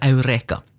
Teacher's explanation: Når Heureka går over i latin, så forsvinner H-en. Så der heter det Eureka.